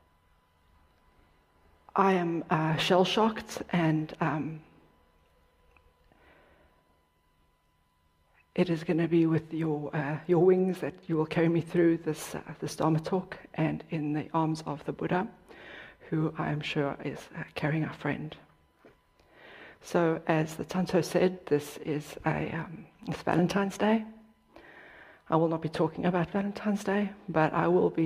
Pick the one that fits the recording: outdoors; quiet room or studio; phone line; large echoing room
large echoing room